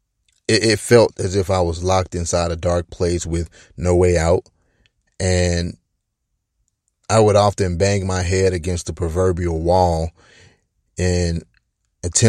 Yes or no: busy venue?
no